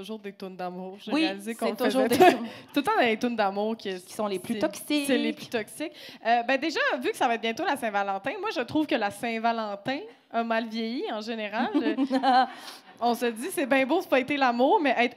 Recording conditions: live audience